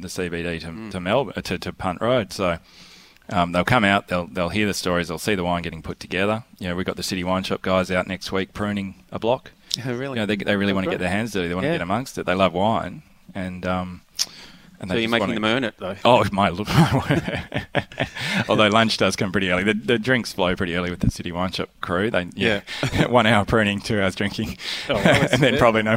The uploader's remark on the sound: Healesville OB. Host a fun filled Outside Broadcast from the Graceburn Wine Room in Healesville.